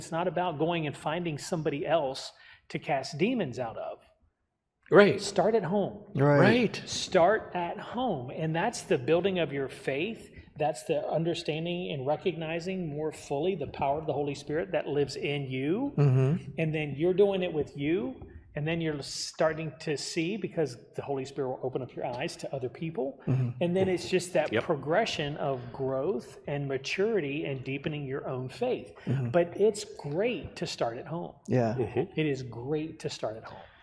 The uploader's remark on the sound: We had a hardware failure on our computer so we had to move to the sanctuary to record.